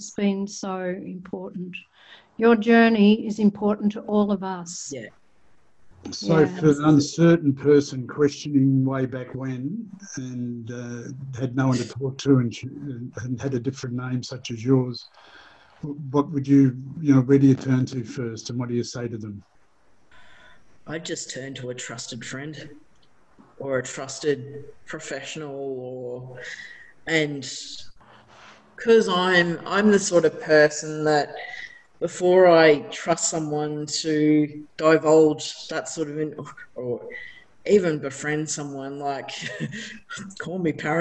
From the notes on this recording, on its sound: Today we are having a couple of back-to-back chats, via Zoom.